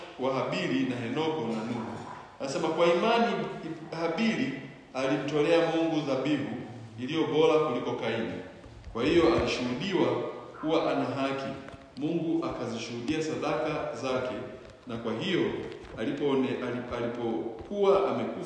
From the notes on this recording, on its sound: preached at a local church in Tanzania